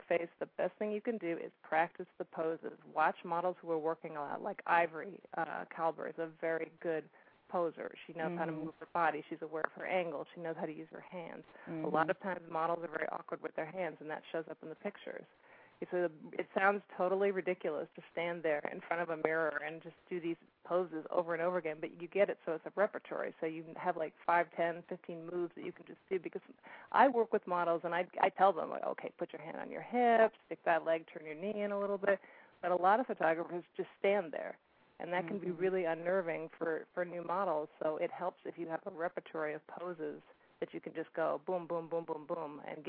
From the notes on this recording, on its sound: Calling in from Sydney, Australia.